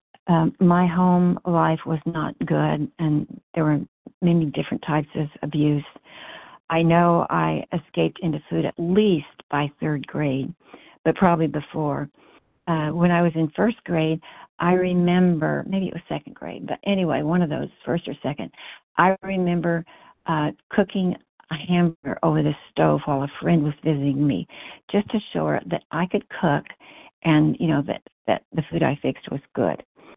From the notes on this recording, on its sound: 100 Pounders Phone Meeting, 9/13/23